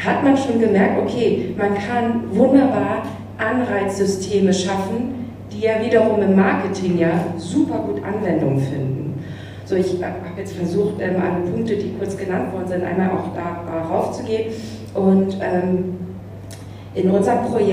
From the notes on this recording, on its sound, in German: Panel zu "NFTs, mehr als Kunst" während SOLUTIONS Hamburg. Ein weiterer Mitschnitt von der SOLUTIONS in Hamburg.